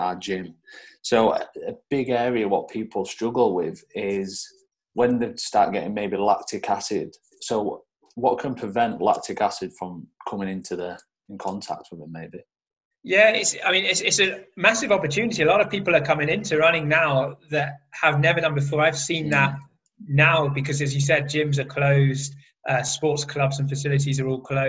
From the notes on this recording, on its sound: This episode was recorded via Zoom